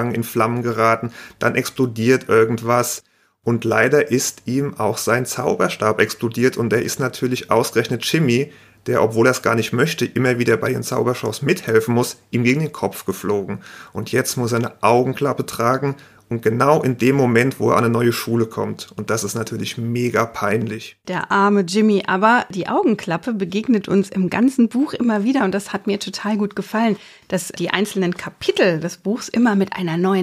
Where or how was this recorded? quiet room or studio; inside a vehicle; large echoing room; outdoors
quiet room or studio